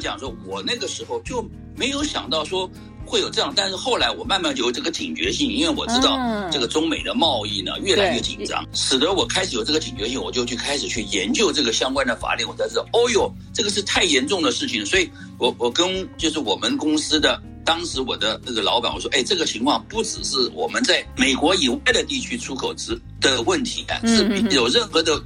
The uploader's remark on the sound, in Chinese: 本集後半段因原檔損壞，改以call out進行訪談，音質較不穩定，敬請見諒！